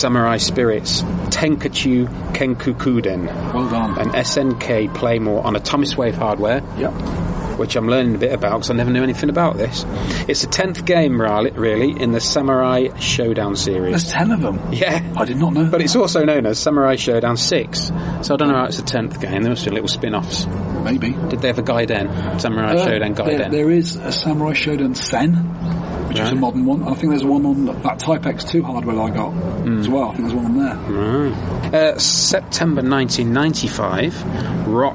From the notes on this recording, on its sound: Please excuse this show's recording (live from Eurocade). Was quite ill with coldy sore throaty problems.